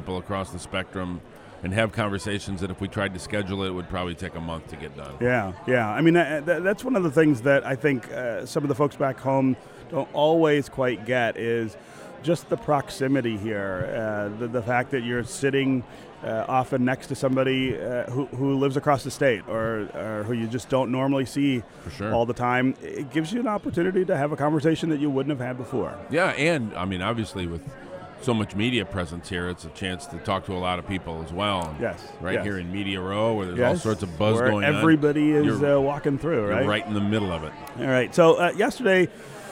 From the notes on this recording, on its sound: 2019 Mackinac Policy Conference. From the 39th annual policy conference.